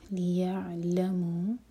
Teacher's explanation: عین ساکن کے بعد لام پر زور، لیعلمو، اگر سانس ٹوٹتی ہے تو مو دو حرکہ رہے گا، کنٹینیو کریں گے تو مو ہے مد منفصل، تو اسے ہمیں چار حرکہ کھینچنا ہوگا.